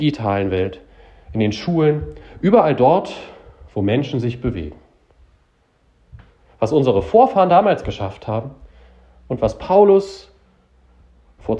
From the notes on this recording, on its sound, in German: Predigt zum Bittgottesdienst am Mittwoch vor Christi Himmelfahrt 2023 in Beinrode